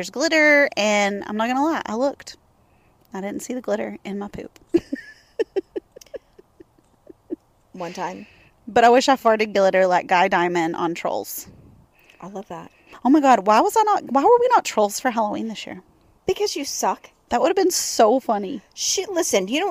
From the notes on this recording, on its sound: record on the patio